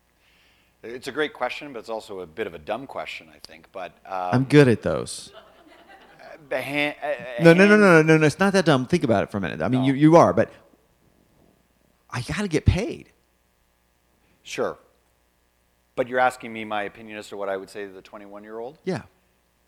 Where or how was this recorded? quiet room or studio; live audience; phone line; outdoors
live audience